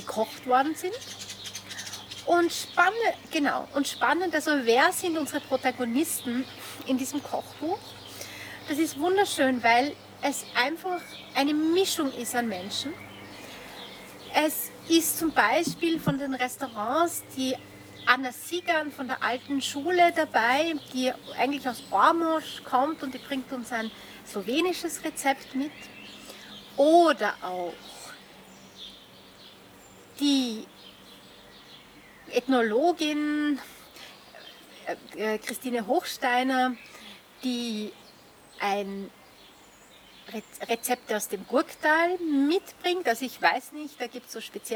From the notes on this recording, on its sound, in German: Zum Gespräch im Garten. Wir verzichten auf ein Telefoninterview und ziehen es vor – Corona bedingt – im Freien zu plaudern.